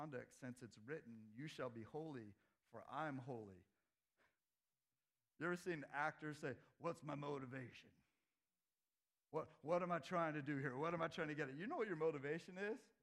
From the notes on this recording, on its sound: This sermon was preached at Crosswater Community Church in Sultan, WA